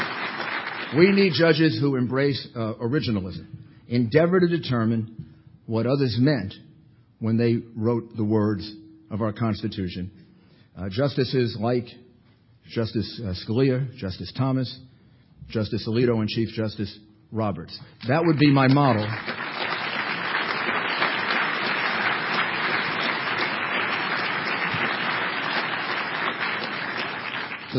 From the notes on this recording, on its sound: delivered this address at the 2007 Annual National Lawyers Convention